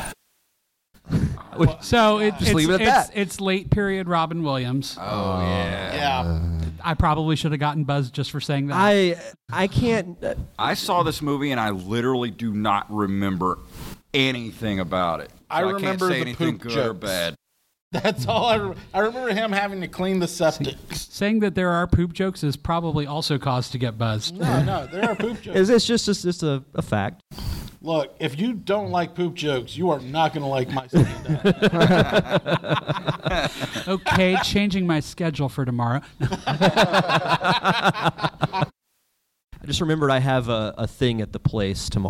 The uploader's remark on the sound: Invades the Pensacola Indie Fringe and Comedy Festival! In this special panel.